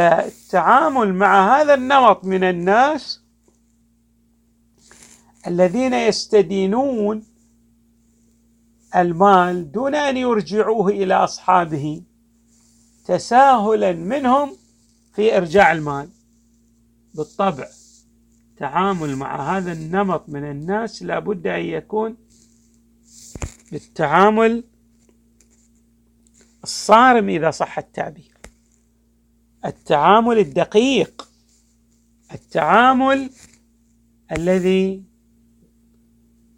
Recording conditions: large echoing room